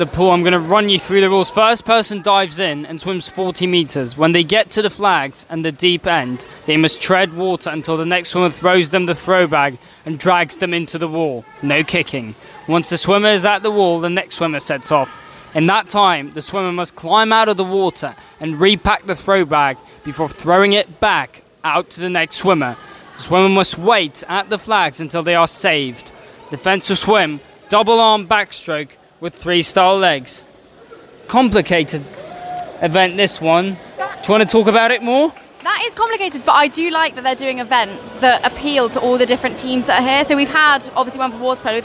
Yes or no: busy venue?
yes